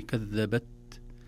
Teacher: التاء حرف شديد بمعنى لا يقبل أن يمط زمنه، ينحبس في مخرجه. كذبت، لكن لو لم نظهر له همسا يسيرا بخروج بعض الهواء لماتت التاء تماما، لم نسمعها.